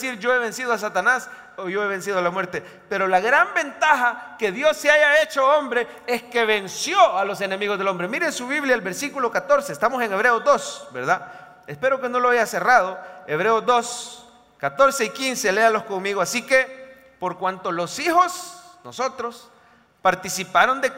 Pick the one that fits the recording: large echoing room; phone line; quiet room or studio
large echoing room